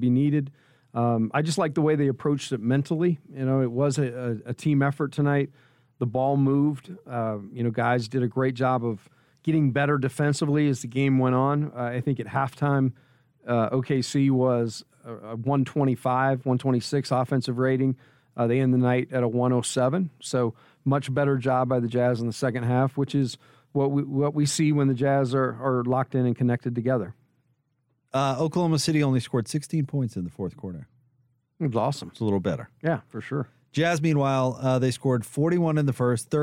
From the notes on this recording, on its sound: Jazz Postgame Show. Courtside interview. Postgame press conference audio.